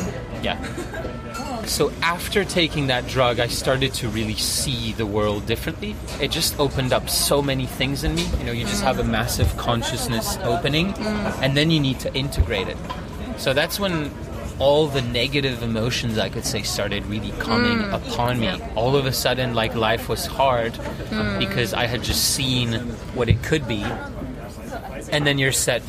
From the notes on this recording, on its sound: It was another windy day, please be aware of the background loud noises, sincere apologies!